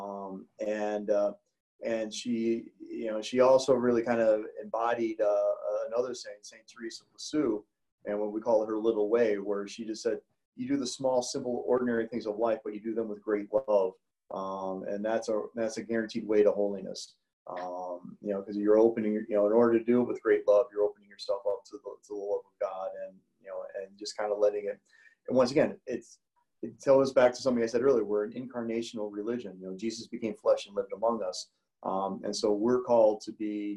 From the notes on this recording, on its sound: Joan of Arc Parish in Lisle, IL. For an interview via Zoom.